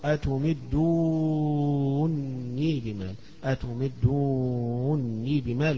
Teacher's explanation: أتمدوني بمال بالمد الطويل فيها والإدغام